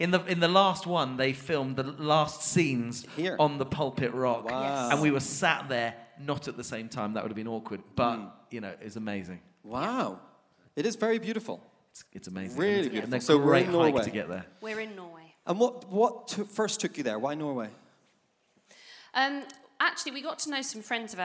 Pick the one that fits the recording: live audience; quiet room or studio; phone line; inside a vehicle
live audience